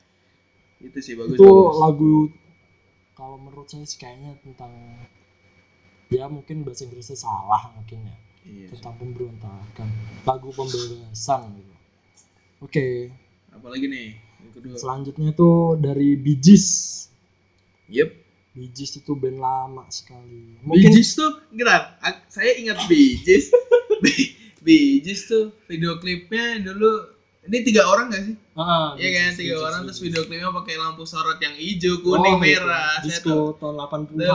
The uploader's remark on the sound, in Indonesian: Maap yak suara kurang jelas, gak ada yg mau beliin mic pooo..??